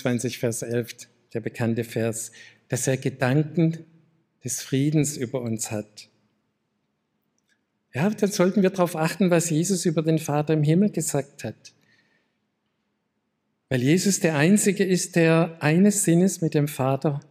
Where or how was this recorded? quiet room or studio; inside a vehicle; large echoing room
large echoing room